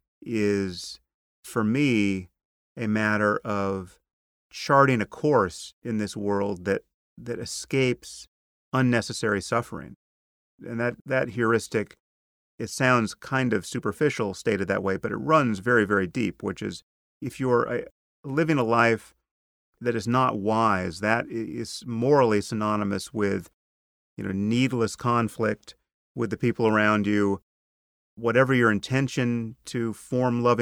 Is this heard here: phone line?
no